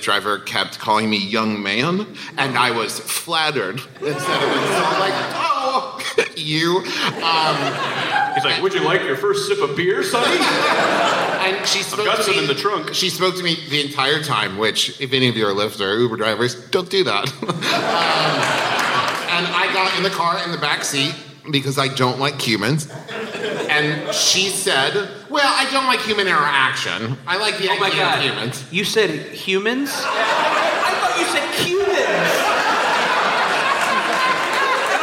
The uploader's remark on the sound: Live from SF Sketchfest. Live on stage at the Swedish American Music Hall as part of San Francisco Sketchfest 2017.